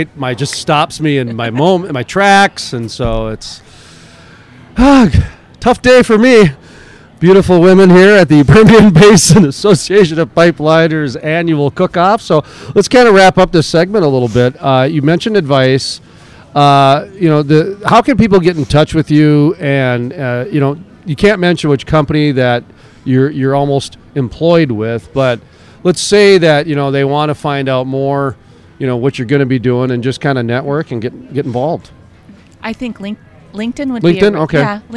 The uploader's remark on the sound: Live from the Permian Basin Association of Pipeliners Annual Cookoff in Odessa, Texas.